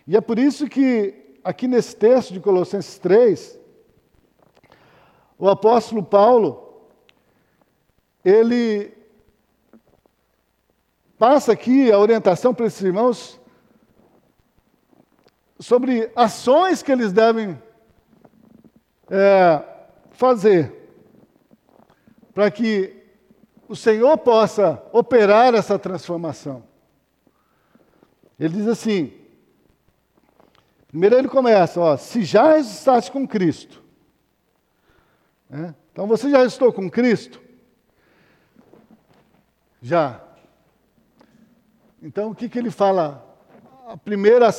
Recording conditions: large echoing room